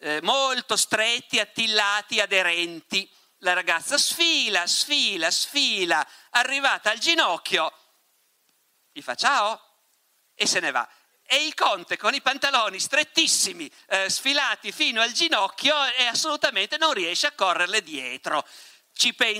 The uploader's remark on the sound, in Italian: Moby Dick Festival, 2019. Ospite del Moby Dick Festival.